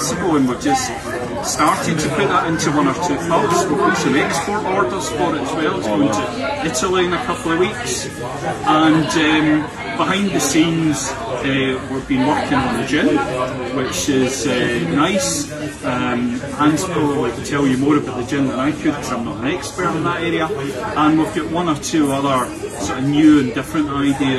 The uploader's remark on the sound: We had the pleasure of being invited to the Froth & Flame Edinburgh to drink beer. Our trip to Edinburgh. We had the pleasure of being invited to the Froth & Flame Edinburgh to drink beer.